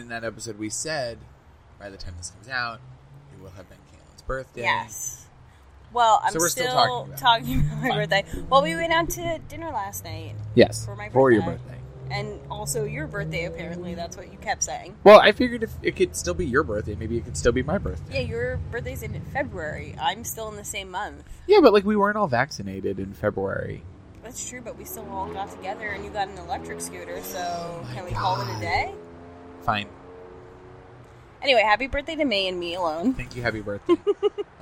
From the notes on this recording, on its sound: We experiment with a bad idea and record an episode in person outside.